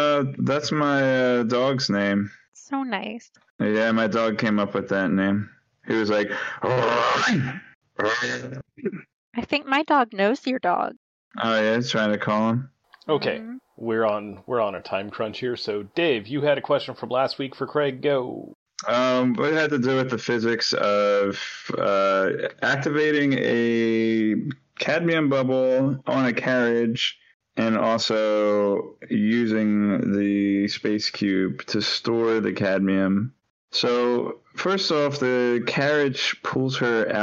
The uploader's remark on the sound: Sound quality isn't great due to multiple tech issues.